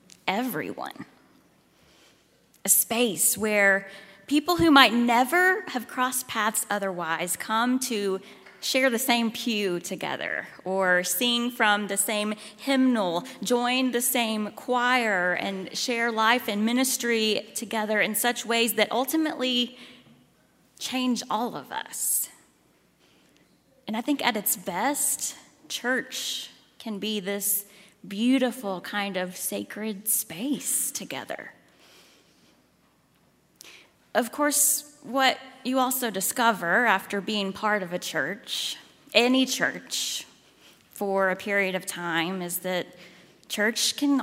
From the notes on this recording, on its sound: at Highland Baptist Church, Louisville, Kentucky.